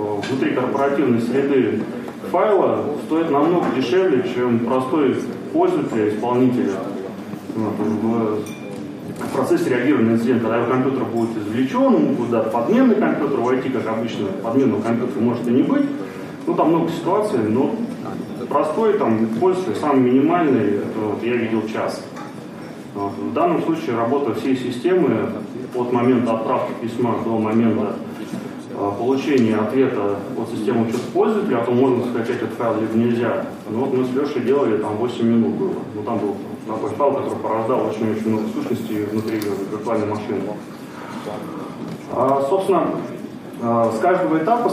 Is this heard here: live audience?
yes